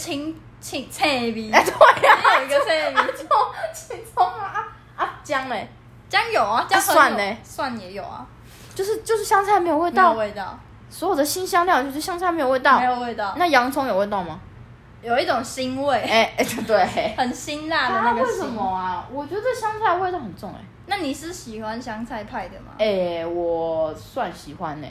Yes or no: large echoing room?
no